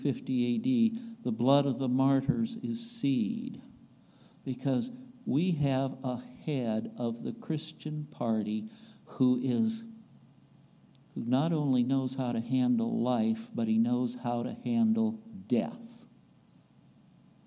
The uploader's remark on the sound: recorded on September 3, 2022, at the Ringgold Seventh-day Adventist Church